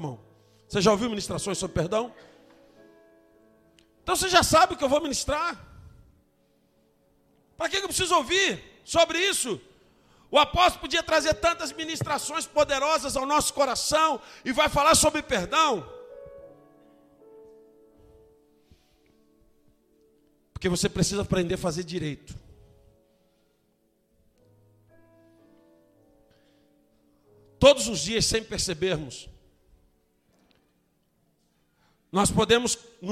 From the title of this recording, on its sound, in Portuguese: Ao Vivo na Casa de Louvor